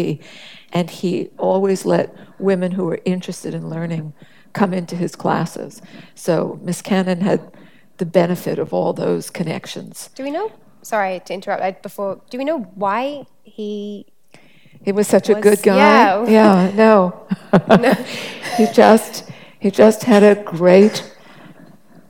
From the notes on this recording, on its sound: An exclusive Sydney Science Festival presentation